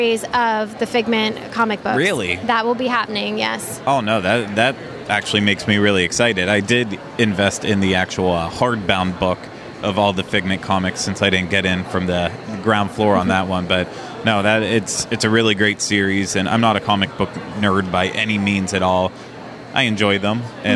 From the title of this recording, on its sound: D23 Expo Day 3 Morning Live Show